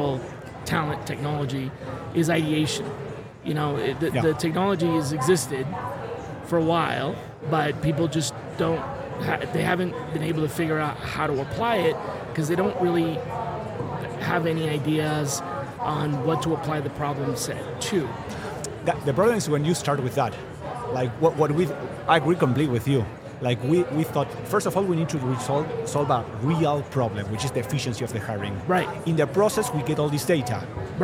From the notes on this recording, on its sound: Recorded with Oleeo at HR Tech 2023. Special mini series recorded with Oleeo at HR Tech 2023.